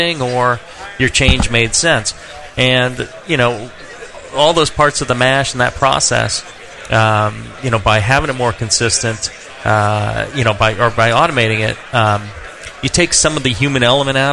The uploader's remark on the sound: Live from NHC 2. Second live episode from the 2012 National Homebrewers Conference in Seattle, WA.